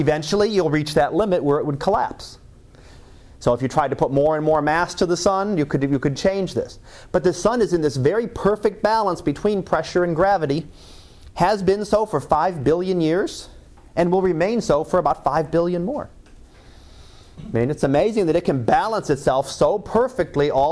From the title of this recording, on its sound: Live Class Lecture